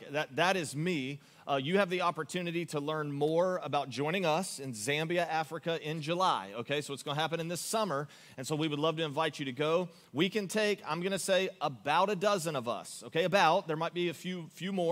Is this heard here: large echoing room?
yes